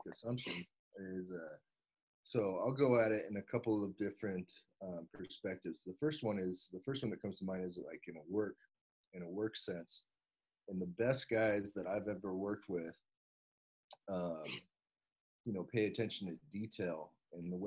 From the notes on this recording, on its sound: Quarantine zoom call.